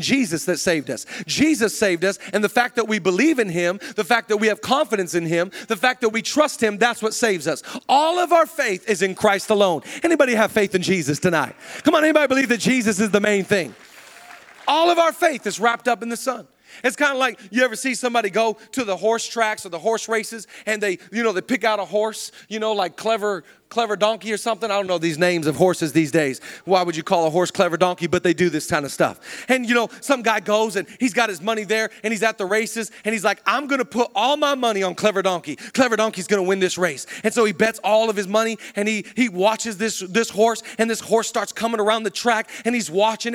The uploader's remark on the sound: Zoe Church LA. Live from the El Rey Theater.